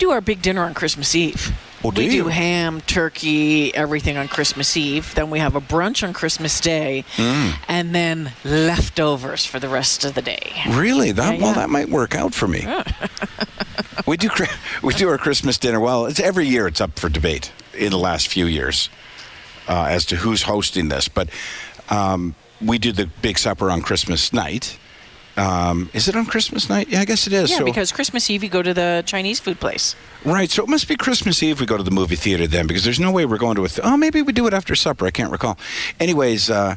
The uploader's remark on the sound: broadcast live from Santas Anonymous depot